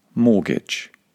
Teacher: Mortgage. First of all, the T is completely silent. Imagine it's not there. And secondly, the last syllable is very short.